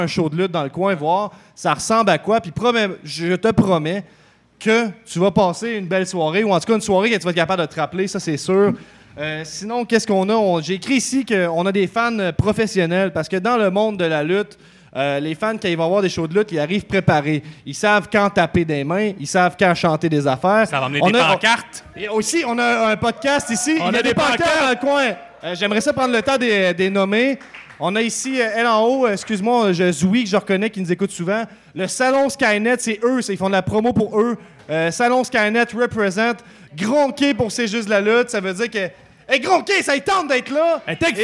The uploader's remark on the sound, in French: 158 - CJDLL Live au Festipod. CJDLL est live au Festipod, le plus gros festival de podcasts au Québec, pour la deuxième année consécutive et cette fois, devant un public en feu !